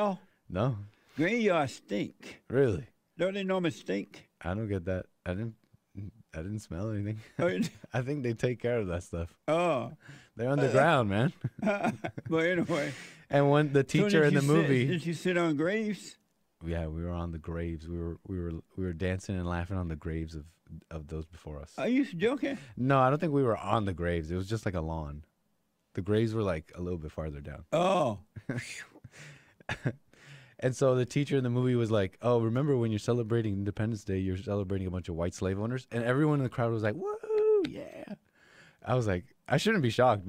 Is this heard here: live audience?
no